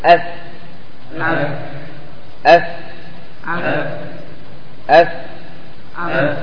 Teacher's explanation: بطن الشفة السفلى وأطراف الثنايا العليا يخرج الفاء. بطن الشفة السفلى، هذه السفلى بطنها مع الثنايا العليا، هذه الثنايا العليا، عندما تقول أف هذه الثنايا العليا تكون مع الشفة السفلى يخرج الفاء.